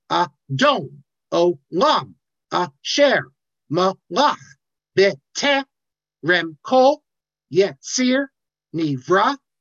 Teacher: You have eight syllables, and it goes no stress, stress, no stress, stress, no stress.